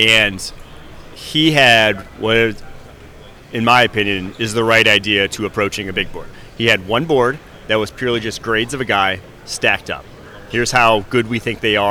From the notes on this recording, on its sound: live from the 2023 NFL Combine